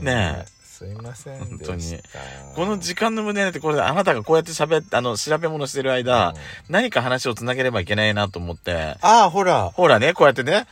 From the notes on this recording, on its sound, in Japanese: 2人組。パーキング収録。